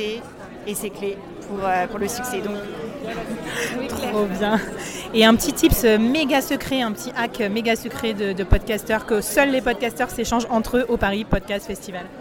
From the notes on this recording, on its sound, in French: j'ai pris mon micro cravate en direct du Paris Podcast Festival